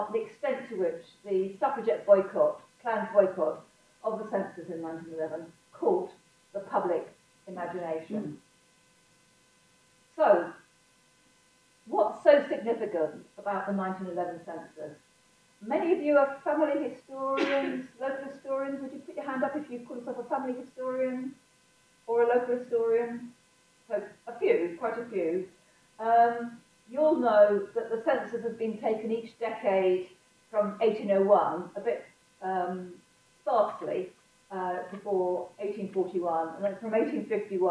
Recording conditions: poor sound quality